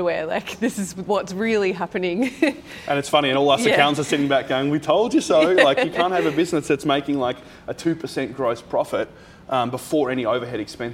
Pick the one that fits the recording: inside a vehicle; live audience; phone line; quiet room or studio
live audience